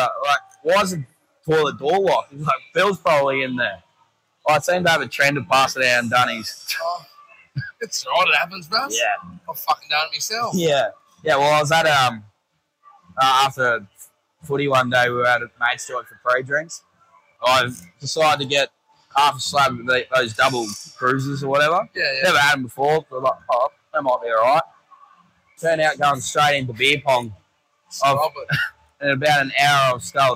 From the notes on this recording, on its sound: Mad Monday recorded around the pool at Gilligan's Cairns!